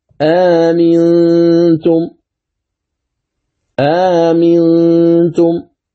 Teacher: تحقيق الأولى وإبدال الثانية ألفا مدية قصرا